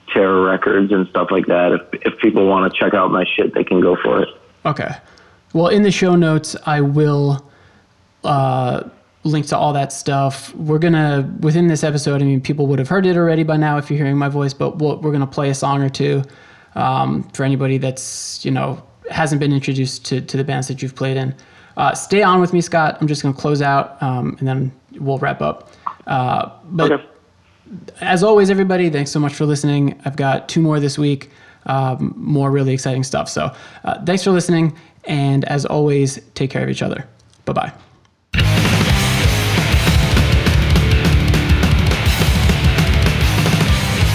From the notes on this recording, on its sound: phoned in to join the TVTV podcast